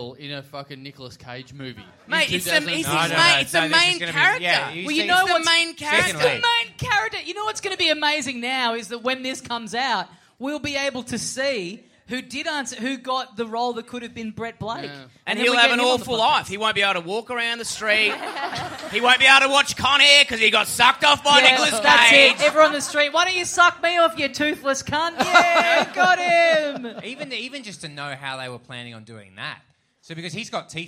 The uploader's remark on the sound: We're back in Melbourne for our month of HUGE live shows!